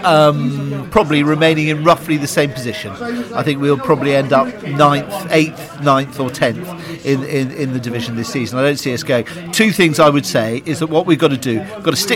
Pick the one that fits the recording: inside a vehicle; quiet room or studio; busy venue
busy venue